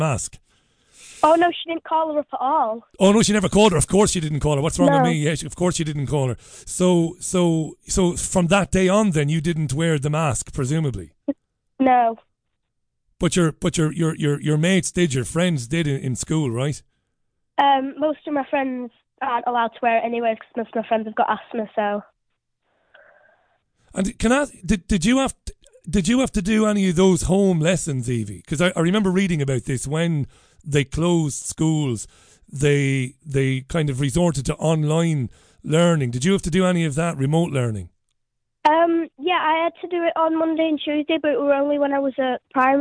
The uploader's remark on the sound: The Global Phone-In.